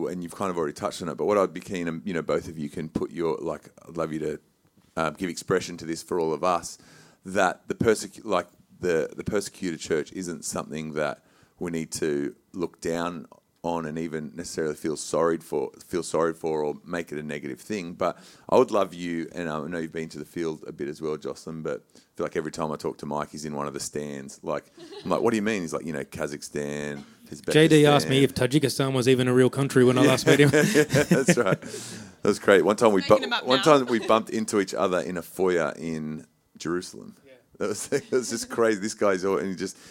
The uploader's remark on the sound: host a masterclass at the Hillsong Worship and Creative Conference